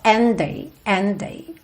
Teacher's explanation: and termina em D, day começa em D. É claro que você vai juntar esses dois Ds num D só, and day, and day.